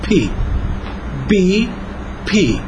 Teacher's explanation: الحرف البي فهو حرف متوسط مهموس